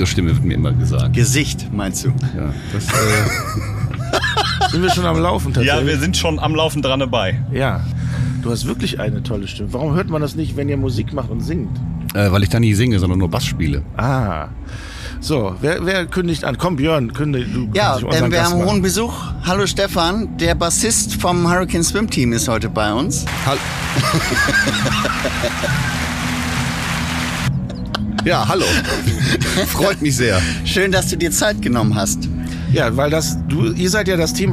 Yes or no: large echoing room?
no